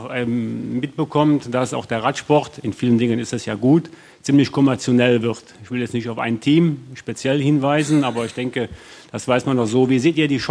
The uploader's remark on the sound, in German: Live Podcast aus Köln